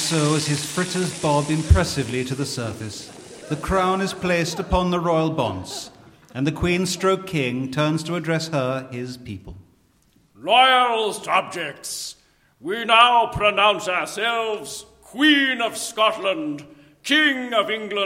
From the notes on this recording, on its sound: Recorded live at Colchester Arts Centre.